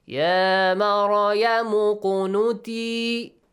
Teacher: The third letter has a dhamma, assigned hamzatul wasl with dhamma. But if you join the previous word with this word, hamzatul wasl will be skipped